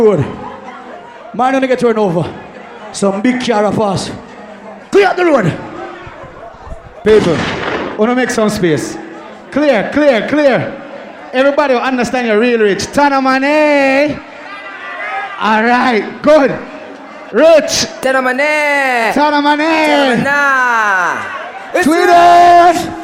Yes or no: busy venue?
yes